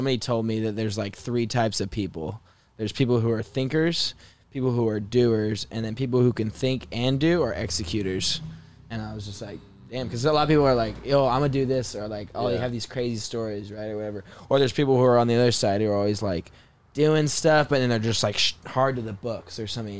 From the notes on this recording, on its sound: in the truck